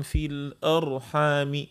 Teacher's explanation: الراء ديما من ظهر اللسان، فهمت؟ من ظهر اللسان ومخرجها ضيق